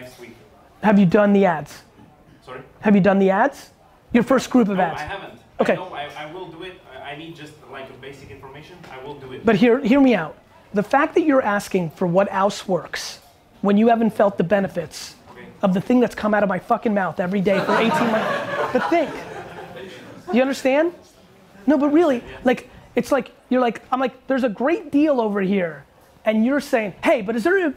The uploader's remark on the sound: Q&A At The Crushing It Shoe Launch In London